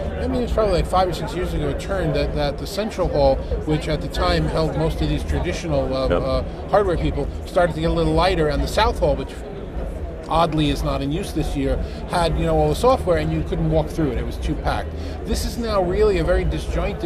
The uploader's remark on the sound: Live From NAB 2022